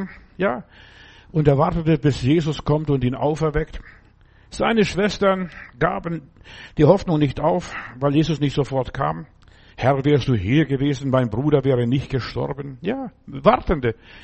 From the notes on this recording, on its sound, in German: im Gemeinde-Zentrum in Berlin aufgenommen